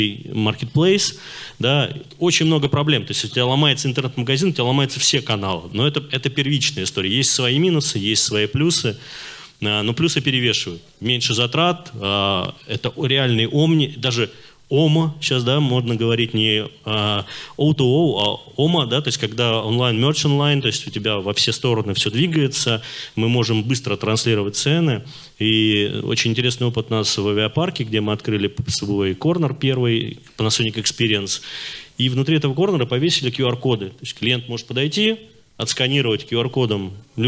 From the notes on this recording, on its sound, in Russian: Перед вами запись с конференции D2C Day.